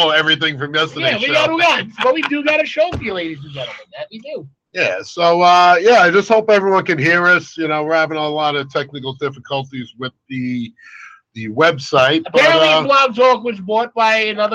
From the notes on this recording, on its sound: taking phone calls from callers